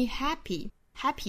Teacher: happy 里面这个 p 的发音呢是送气